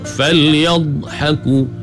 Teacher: Kemudian falyadhaku, buat jaga jangan sampai jadi beranak, jadi qalqalah. Falyadh salah, pasal dha bukan qalqalah